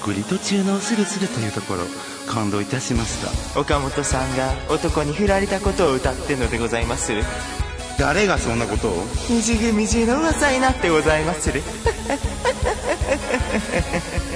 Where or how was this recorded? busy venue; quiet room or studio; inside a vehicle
busy venue